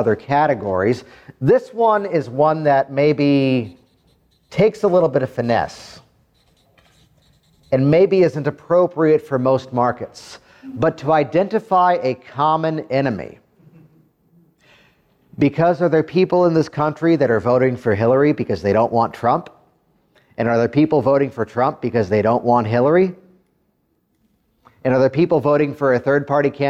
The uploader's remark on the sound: A live recording from a training seminar where I helped other hypnosis practitioners.